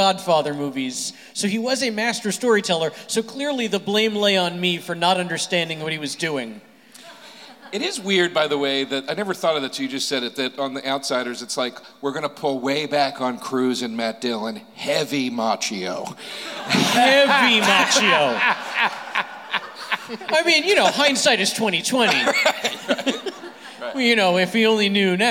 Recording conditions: busy venue